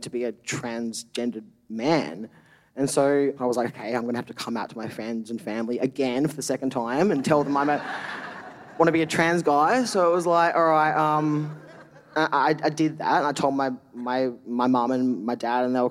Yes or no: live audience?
yes